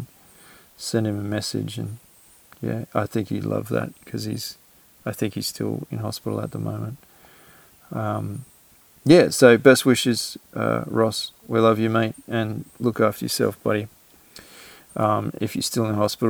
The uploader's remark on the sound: What better way to return from a 1 year hiatus than recording deep in a rainforest?